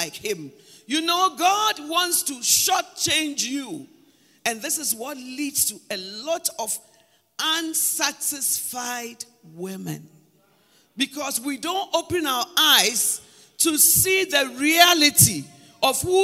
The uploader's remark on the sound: Preached at Palace Breakfast and Summit, April 2023